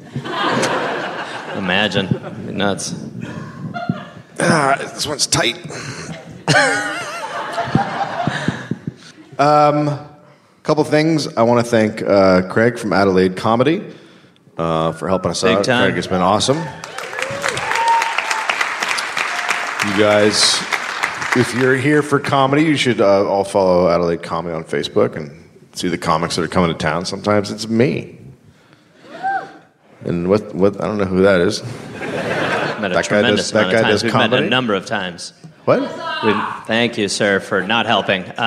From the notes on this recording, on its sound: Live in Australia. Live from Adelaide, Australia.